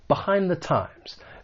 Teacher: we're going to use that weak the once again with that schwa sound.